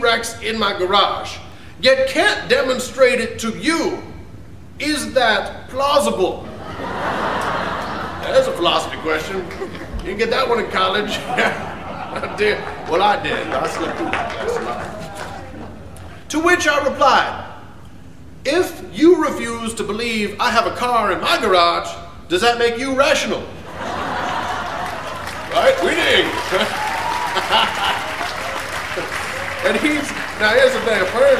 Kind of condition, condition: setting, live audience